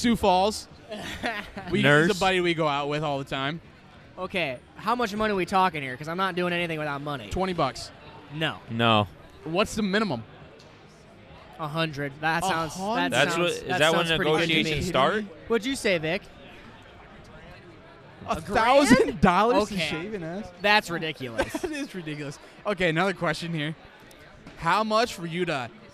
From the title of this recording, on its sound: Live from the Lush Mob 3 on 3